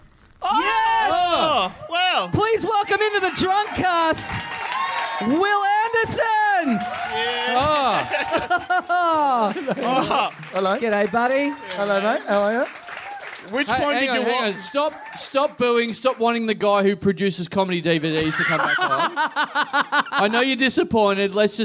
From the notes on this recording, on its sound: Live at The Producers Bar in Adelaide on March 15, 2015.